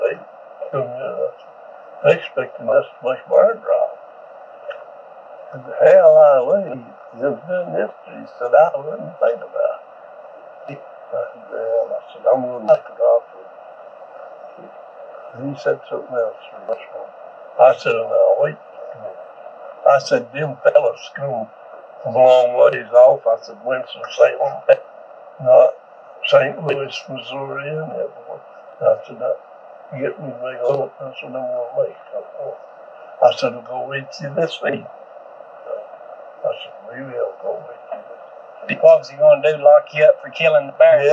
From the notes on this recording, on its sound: Recorded with rudimentary equipment on the front porch